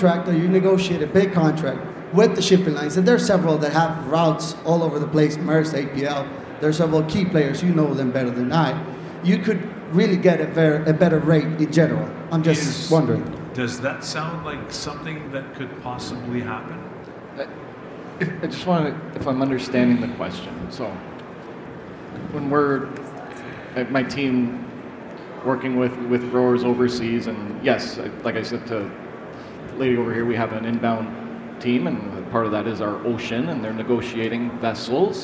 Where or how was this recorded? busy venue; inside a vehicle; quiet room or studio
busy venue